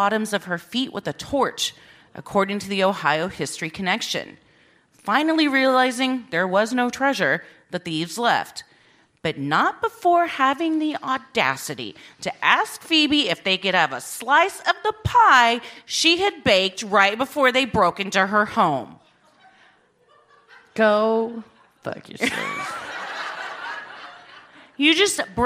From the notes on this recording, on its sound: Recorded live at Funny Bone in Columbus, Ohio